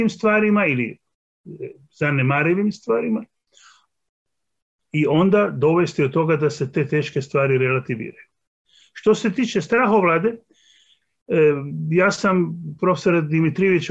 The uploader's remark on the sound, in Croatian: na Zoom platformi